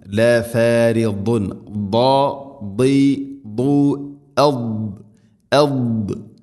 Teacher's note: ദാദിൻ്റെ ഉച്ചാരണം നാവിൻ്റെ ഏതെങ്കിലും ഒരു സൈഡ് അണപ്പല്ലുകളോട് ചേർന്ന് നിൽക്കണം.